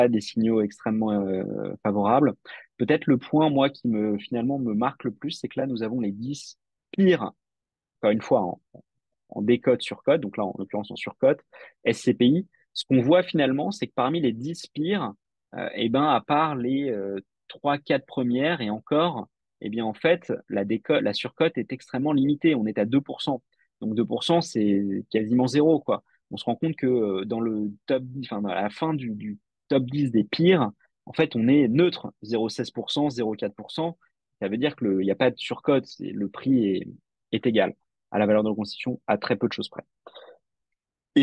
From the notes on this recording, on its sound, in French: Retranscription audio de notre Webinar.